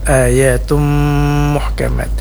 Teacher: Ini namanya idgham bighunnah. Idgham artinya masuk, kemudian bighunnah dipanjangkan maksudnya. Panjangnya 4 harakat.